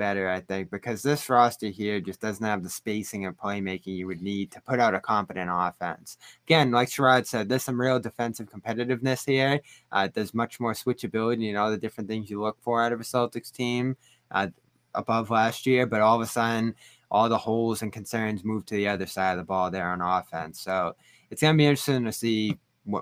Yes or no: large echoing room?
no